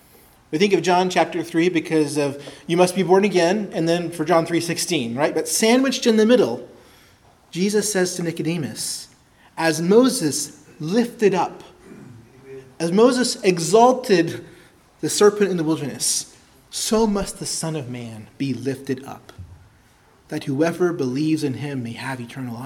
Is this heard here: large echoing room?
yes